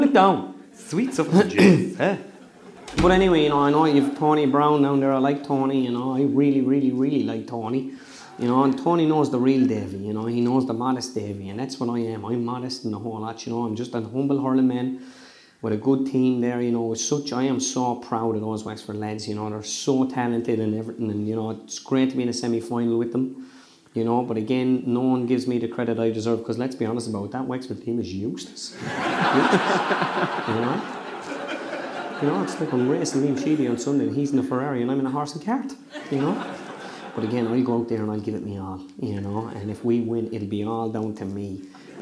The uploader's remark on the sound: The GAA Hour live from Wexford